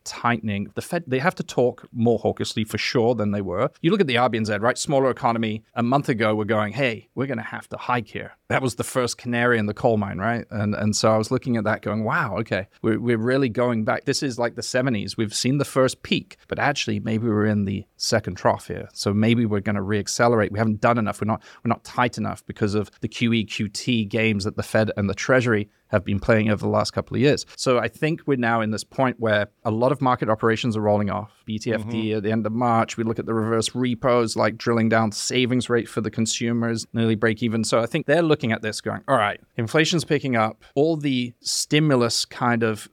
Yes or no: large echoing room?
no